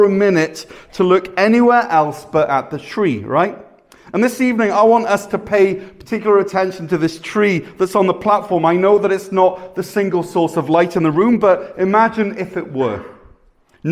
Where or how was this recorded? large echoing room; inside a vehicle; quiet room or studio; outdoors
large echoing room